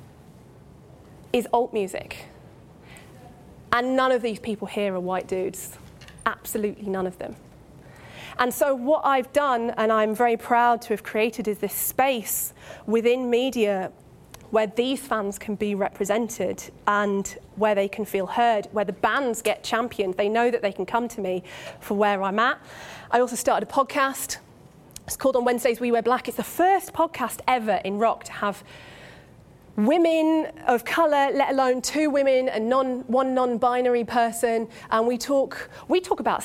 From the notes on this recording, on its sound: Recorded live at the Radio Academy Festival this week.